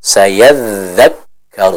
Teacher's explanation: huruf kaf, dia sifatnya dengan sifat syiddah, suaranya tidak mengalir